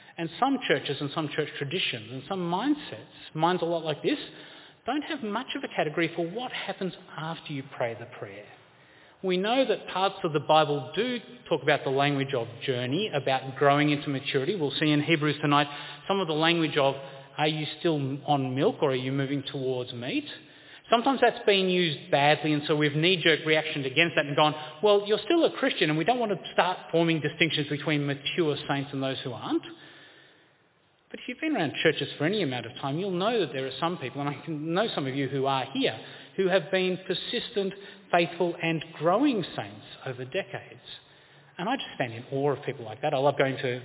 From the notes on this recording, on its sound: This presentation is at St Jude's Anglican Church, Carlton, Victoria on 1 February 2023.